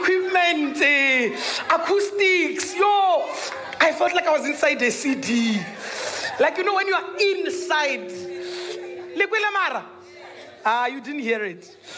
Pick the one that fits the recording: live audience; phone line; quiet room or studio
live audience